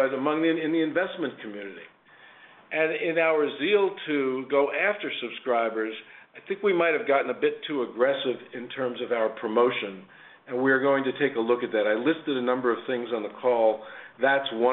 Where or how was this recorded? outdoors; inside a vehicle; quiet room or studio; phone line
phone line